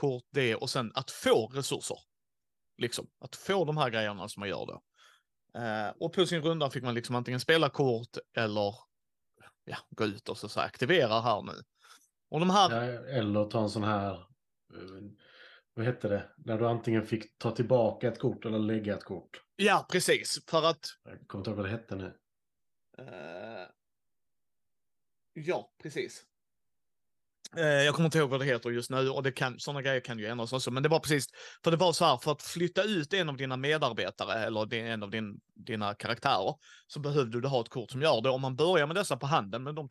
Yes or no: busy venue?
no